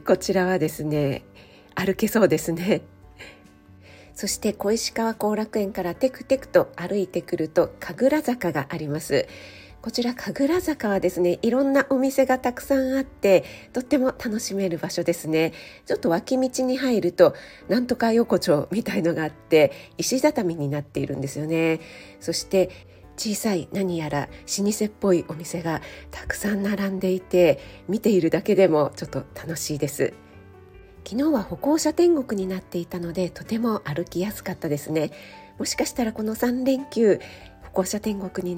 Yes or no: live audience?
no